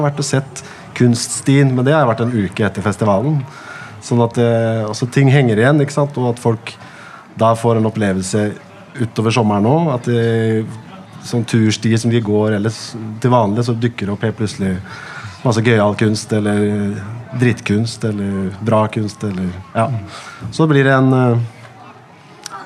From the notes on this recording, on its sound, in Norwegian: Samtalen foregikk under programslippet i Vestby